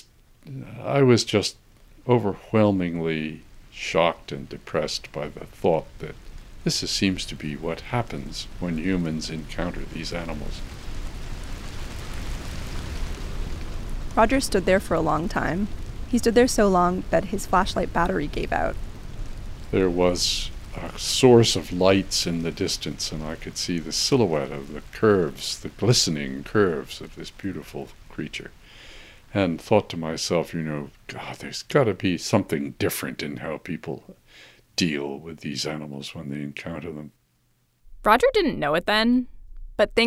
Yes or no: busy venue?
no